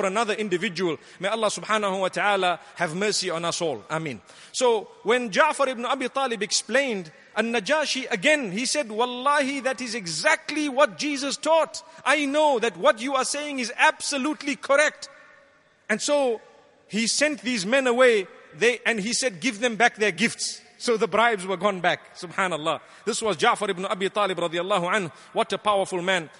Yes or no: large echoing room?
yes